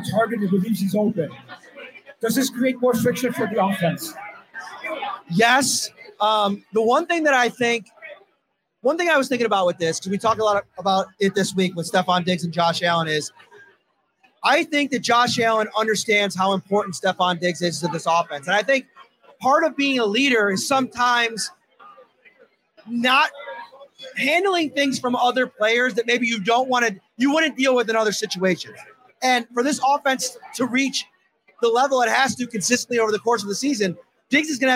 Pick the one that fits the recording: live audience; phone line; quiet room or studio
live audience